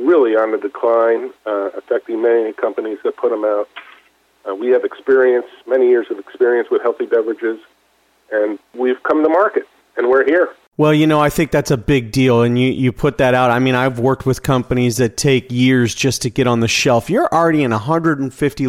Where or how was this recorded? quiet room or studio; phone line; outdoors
phone line